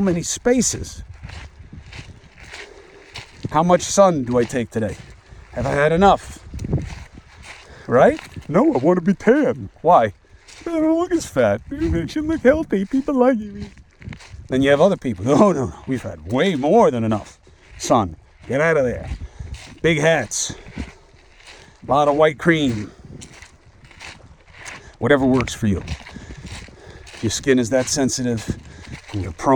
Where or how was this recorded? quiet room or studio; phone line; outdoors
outdoors